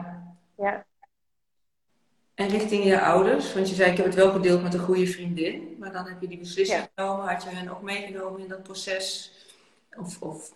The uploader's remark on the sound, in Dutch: tijdens een live op Instagram